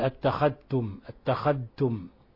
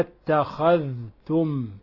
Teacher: لابد من إظهار الذال، لابد من فك الإضغام · Shown in: second take